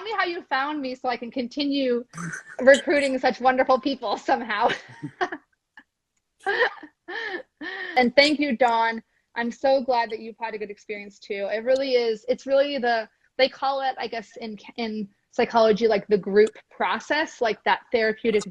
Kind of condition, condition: link, video call